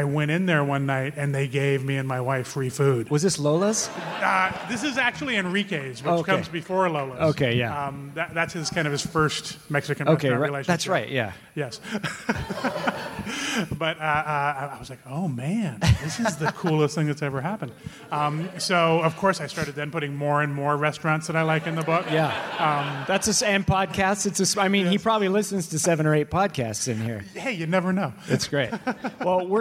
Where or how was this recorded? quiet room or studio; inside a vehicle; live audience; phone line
live audience